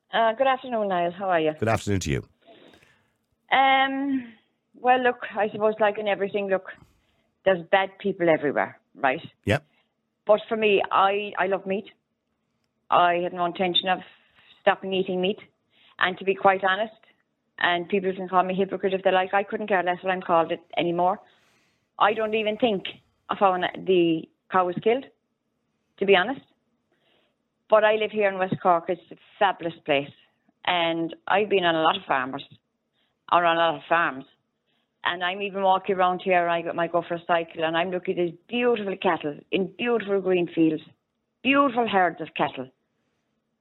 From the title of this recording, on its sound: Callers ONly